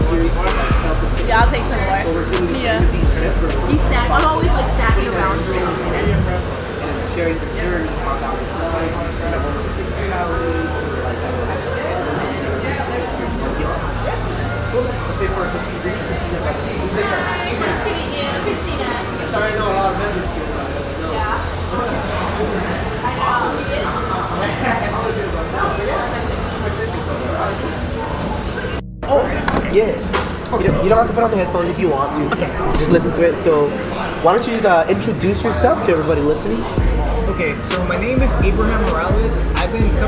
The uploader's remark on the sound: Live Podcast At The Gym. This is the very first ever live podcast for On-The-Go Voice. We interview members LIVE within the 24 Hour Fitness gym in Channel Islands.